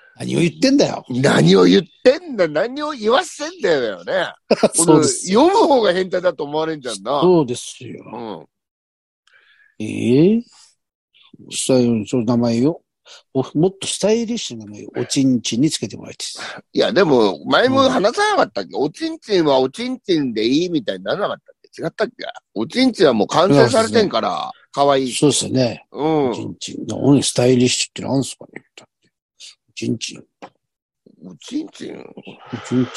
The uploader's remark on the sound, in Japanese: ZOOMで収録